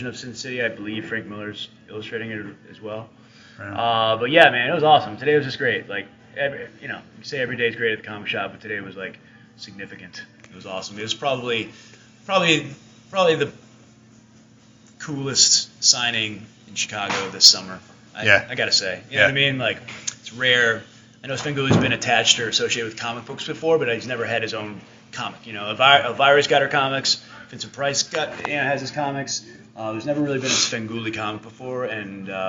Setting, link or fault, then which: setting, busy venue